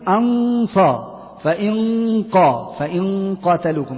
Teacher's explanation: وننبه إلى تنبيه أن النون الساكنة أو التنوين إذا أتى بعدها حرف من حروف التفخيم، طبعا باستثناء حروف الإظهار، النون الساكنة زي الصاد والضاد والطاء والظاء والقاف، فإننا نفخم هذه الغنة، تقول أنصى، فإنقى، فإن قاتلوكم، لا تقول فإنقى أو أنصى، تنتقل من مرقق إلى مفخم.